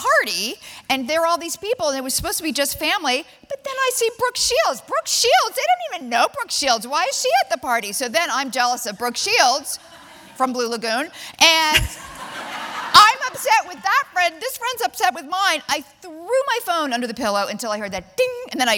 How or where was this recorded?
live audience